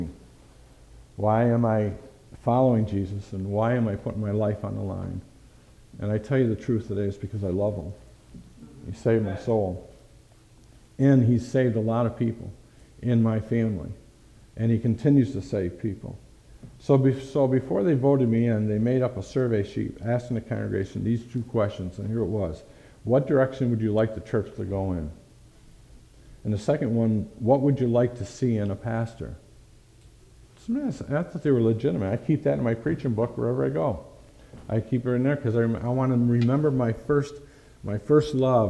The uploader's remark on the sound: Thank you for listening to this message preached at Lighthouse Baptist Church in Schenectady, New York.